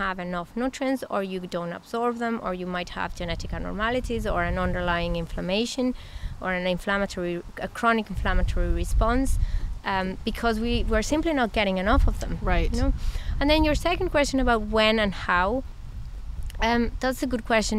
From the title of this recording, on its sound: Conversations with the Scientists at BON Conference